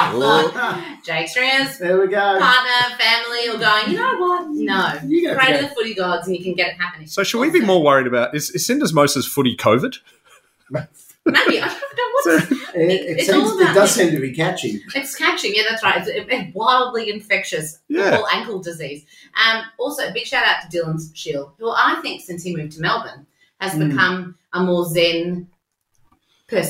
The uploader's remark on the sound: Genuinely, a bit of an audio issue